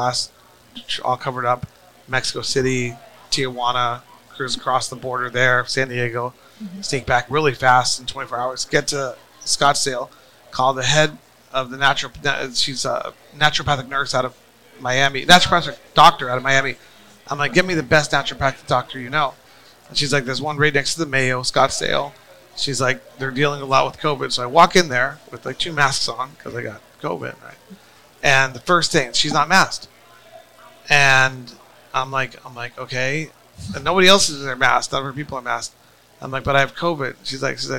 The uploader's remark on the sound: Recorded at MJUnpacked NYC